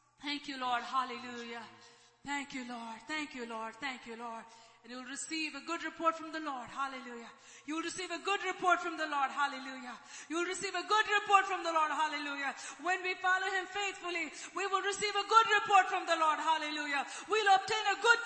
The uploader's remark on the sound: ELBIM Church Sunday LIVE Stream Audio